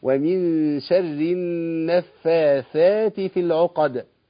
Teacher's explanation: الدال برضو زي ايه مقلقلة تهز شوية